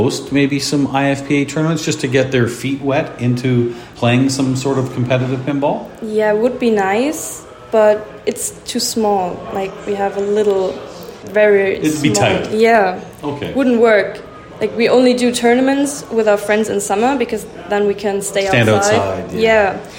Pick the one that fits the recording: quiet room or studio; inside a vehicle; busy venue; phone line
busy venue